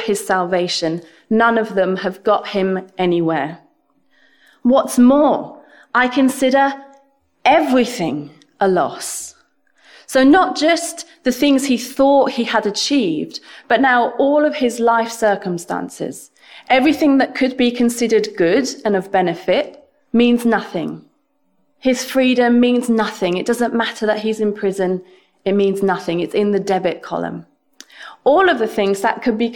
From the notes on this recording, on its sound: This sermon was preached at Welcome Baptist Church on Sunday 30th January 2022.